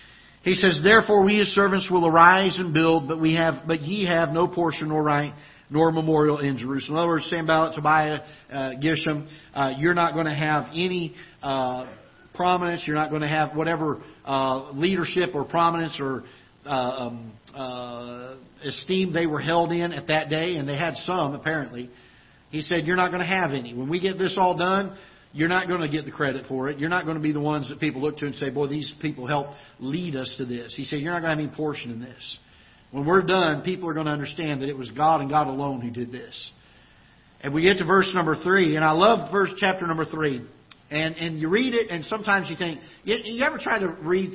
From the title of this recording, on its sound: Ketha Heights Baptist Church ~ Live Broadcast